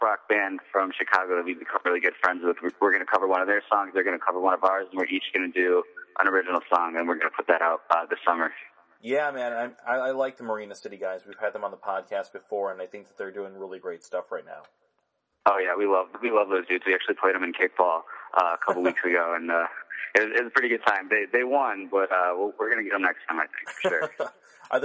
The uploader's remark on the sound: The artist calls into CVU